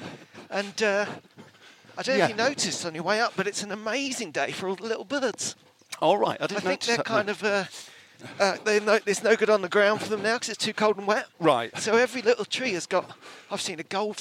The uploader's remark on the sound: take their new recorders for a freezing cold, snowy trot round Hampstead Heath, featuring little birds singing and small dogs yapping